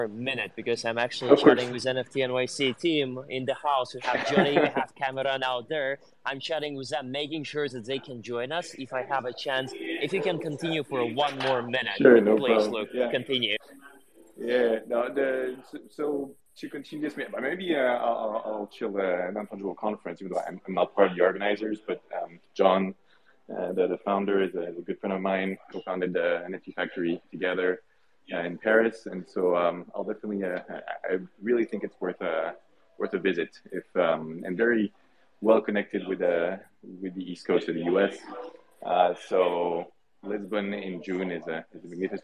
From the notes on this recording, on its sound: LIVE from NFTNYC. Together with the leading speakers presenting in NY.